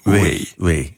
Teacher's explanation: Ja, ja, met de lippen. Dus de labiaal. Lippen, en je beide lippen. · Term: Bilabiaal